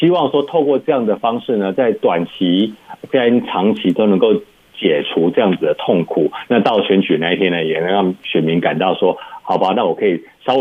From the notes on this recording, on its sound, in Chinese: 連線美國之音白宮記者